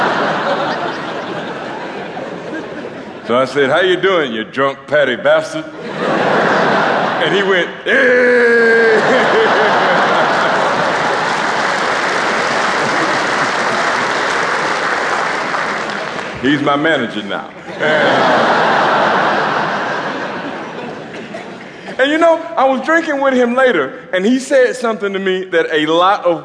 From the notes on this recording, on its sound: Recorded live at two sell-out shows from Londons iconic HMV Hammersmith Apollo.